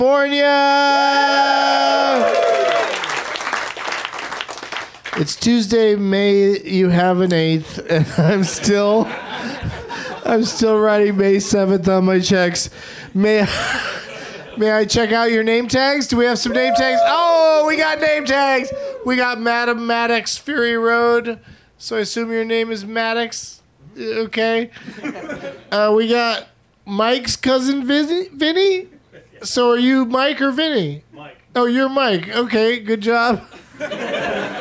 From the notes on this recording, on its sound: Live from the UCB Franklin